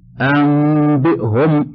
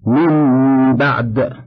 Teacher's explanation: قلب النون الساكنة أو التنوين ميما. اثنان، إخفاء النون في الباء. · Term: الإقلاب